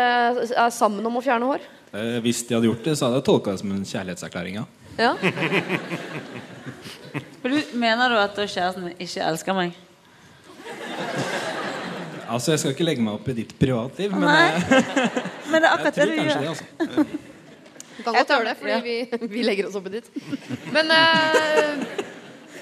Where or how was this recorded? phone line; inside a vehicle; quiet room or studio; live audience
live audience